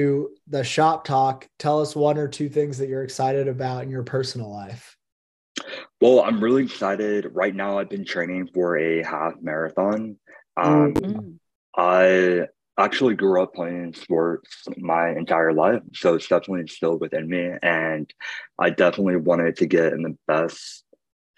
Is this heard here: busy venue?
no